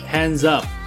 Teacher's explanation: hands up 这个地方可以发成浊辅音 z